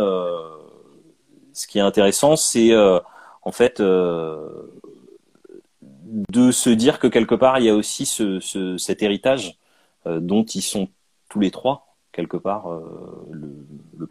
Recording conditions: video call